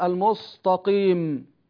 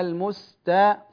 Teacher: نحافظ على ترقيق السين والتاء · Shown in: second take · المستاء، ثم ننتقل إلى القاف، والقاف مكسورة يكون تفخيمها قليل، يكون تفخيمها قليلا.